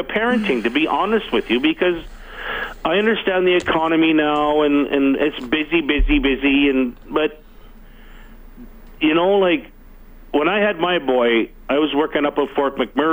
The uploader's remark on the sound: throw open the phone lines